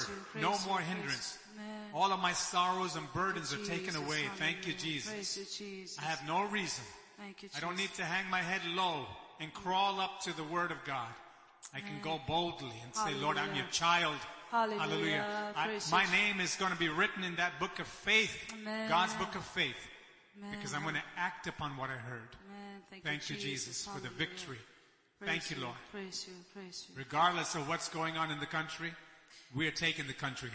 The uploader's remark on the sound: ELBIM Church Sunday LIVE Stream Audio